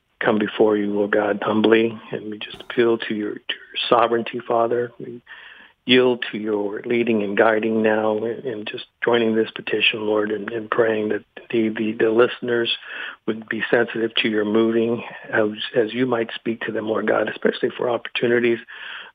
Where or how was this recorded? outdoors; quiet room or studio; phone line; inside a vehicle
phone line